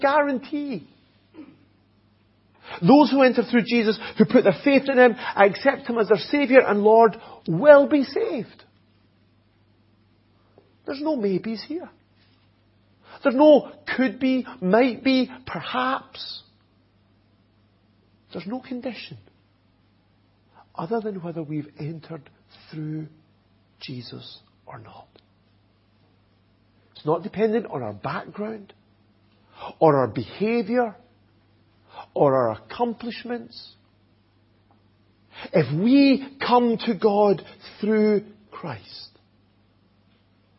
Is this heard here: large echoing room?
yes